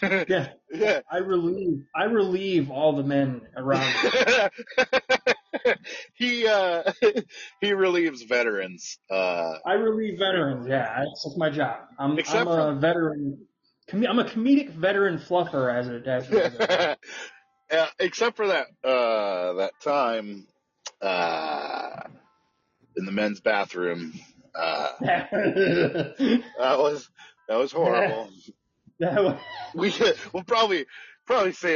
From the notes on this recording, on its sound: We are working with what we have now. We are recording from 2 sides of the country. I assure you our audio will get better.